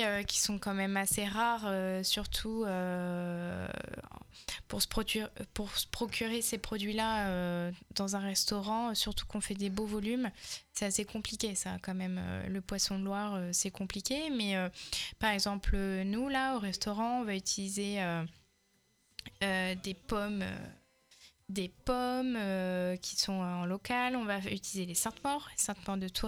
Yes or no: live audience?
no